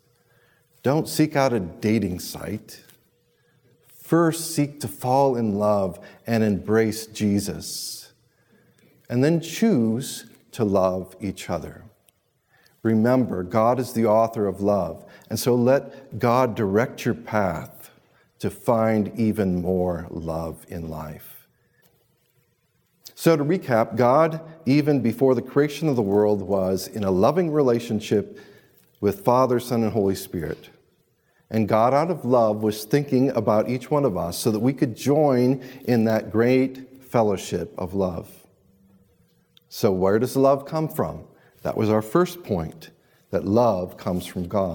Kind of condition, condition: setting, large echoing room